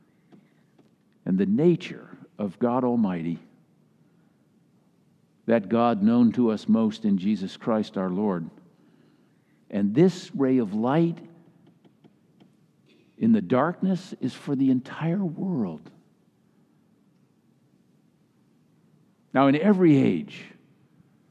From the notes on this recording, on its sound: was delivered during the Traditional Worship service.